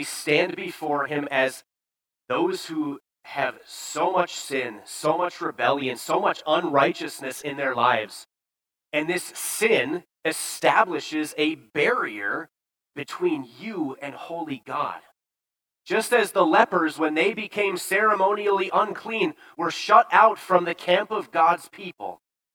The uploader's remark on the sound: Bethany, Appleton, WI. Preached this sermon at Bethany's Sunday worship on October 9, 2022.